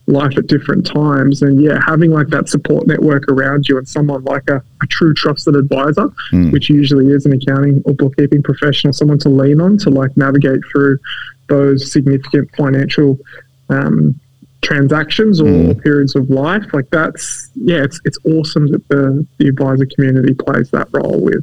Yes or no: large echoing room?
no